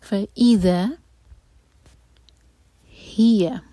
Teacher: فَإِذَا، فَ الگ ورڈ ہے اور اِذَا الگ، تو ای پہ تھوڑا سا زور دیں گے تاکہ یہ ایک ورڈ نہ سنائی دے. فَإِذَا هِيَ، ہا کے نیچے کسرہ، یا پر فتحہ، تو یہ یا الف مقصورہ نہیں ہے، اس پر اپنی فتحہ ہے.